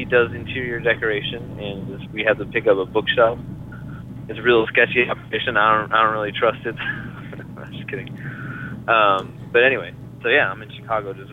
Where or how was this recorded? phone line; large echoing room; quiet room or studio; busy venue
phone line